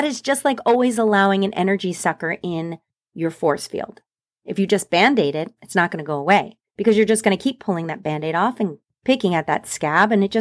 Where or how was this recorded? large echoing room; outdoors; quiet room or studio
quiet room or studio